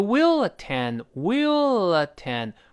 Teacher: are unable toattend。如果您要是不能出席的话呢，请通知我们一声，就让我们知道。Let usknow，让我们知道。好，这个 attend 就出席、到场、参加。那本文中呢，呃，怎么样？你答应你一定得参加下一个词哦。呃，他说 that you willattend，will attend the nextone。will 理论上来说呢，跟后面那个 attend 之间有个连读，但这连读特别轻，几乎听不到了